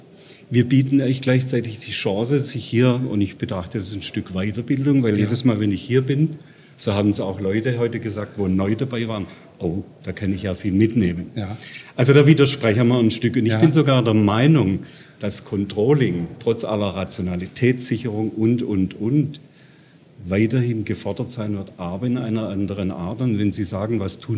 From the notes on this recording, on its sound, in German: Im Interview auf dem CC 2018. Congress der Controller in München. Der Performance Manager Podcast war live vor Ort und hat auf dem größten Controller-Fachtreffen Europas mit den Who‘s Who im Controlling geredet.